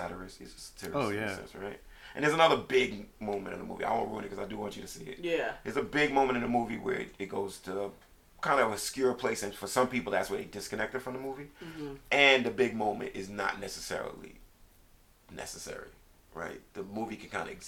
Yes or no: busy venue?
no